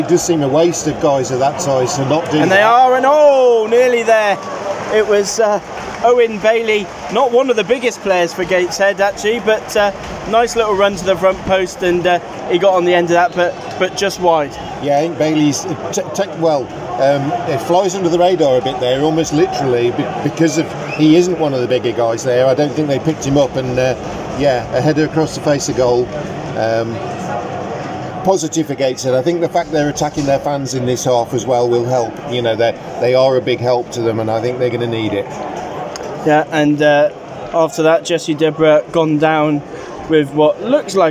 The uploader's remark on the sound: Head to Wembley for the FA trophy final.